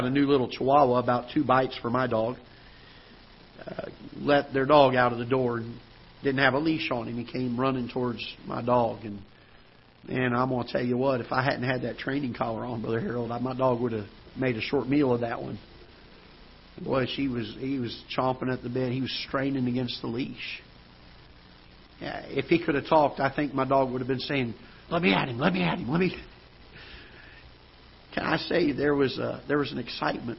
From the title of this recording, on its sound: Ketha Heights Baptist Church ~ Live Broadcast